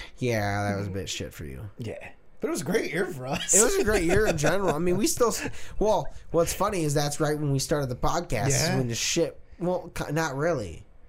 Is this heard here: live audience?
no